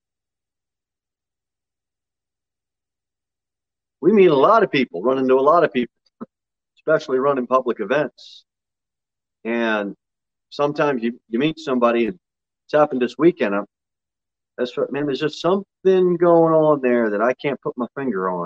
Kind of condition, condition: setting, large echoing room